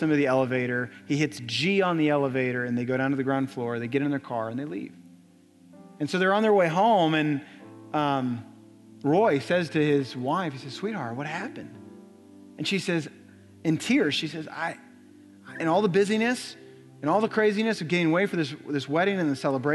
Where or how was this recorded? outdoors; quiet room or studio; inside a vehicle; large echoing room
large echoing room